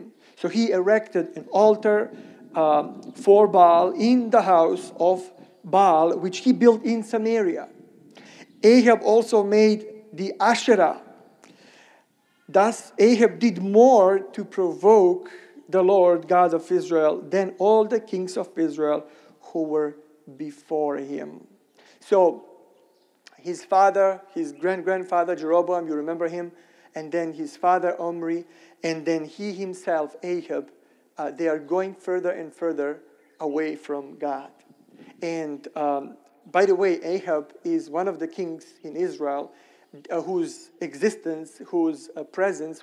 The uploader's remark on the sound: Sermon recorded at Middle East University church.